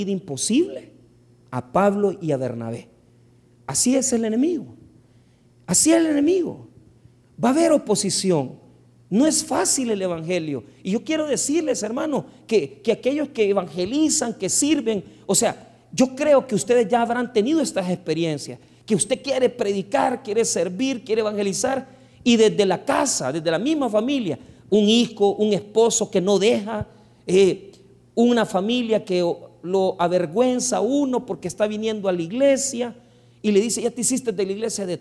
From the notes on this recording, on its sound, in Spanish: el 21 de Septiembre del 2023 en nuestro Culto de Estudio Bíblico del dia Jueves